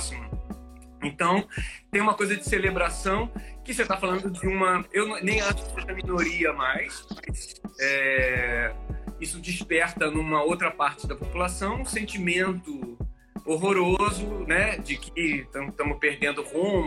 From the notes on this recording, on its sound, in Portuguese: Esse episódio foi gravado dia 28 de Maio, durante uma live no Instagram.